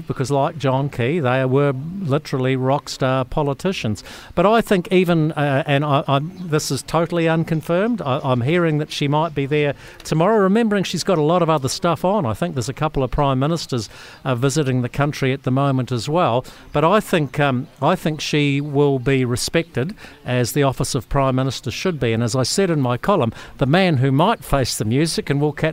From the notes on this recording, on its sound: sets the scene from Fieldays at Mystery Creek